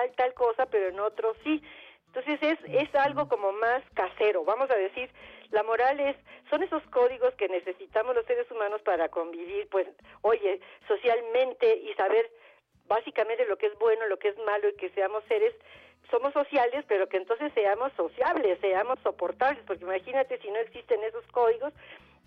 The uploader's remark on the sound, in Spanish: Atendemos puntualmente las necesidades del público con teléfonos abiertos y nuestras redes sociales, creando así una completísima revista radiofónica en vivo.